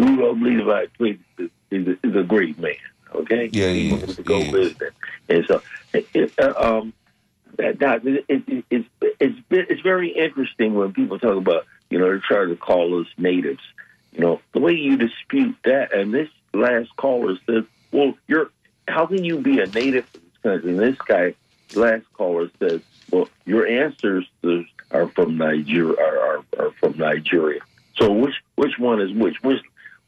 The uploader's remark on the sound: unique magazine format call-in show